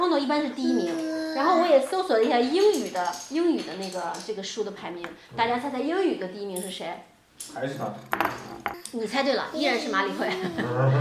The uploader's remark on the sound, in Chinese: 四位主播在德国新的一轮lockdown之前又有机会聚在了一起。作为两家都有两个小娃的家庭，本期音频因为是带着娃录制，里面有大量小朋友的背景音。